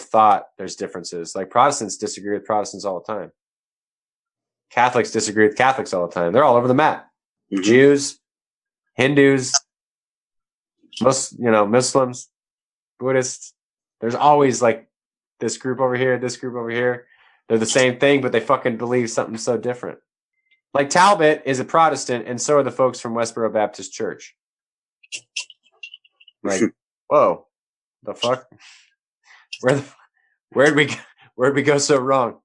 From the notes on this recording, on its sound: The guys have their first-ever "Zoomfire" session.